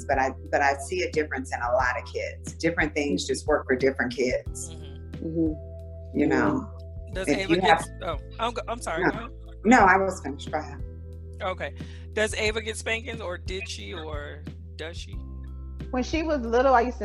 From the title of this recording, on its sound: Melanin Matters Zoom Episode